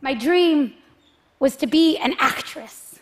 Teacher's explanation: My dream, rising intonation, pay attention to what I have to say, pause. · And she goes all the way down in pitch, right? Which shows me that, first of all, there is a period here, end, full stop.